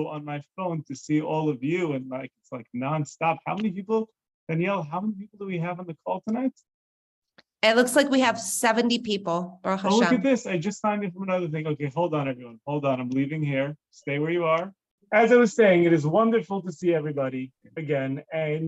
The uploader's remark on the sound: This is a recording of a zoom talk